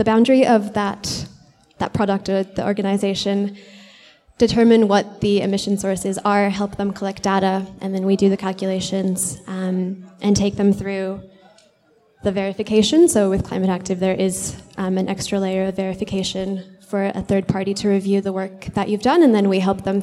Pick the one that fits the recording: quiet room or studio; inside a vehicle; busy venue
busy venue